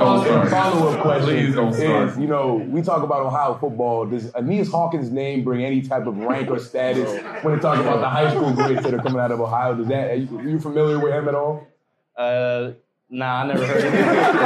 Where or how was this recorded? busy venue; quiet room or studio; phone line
busy venue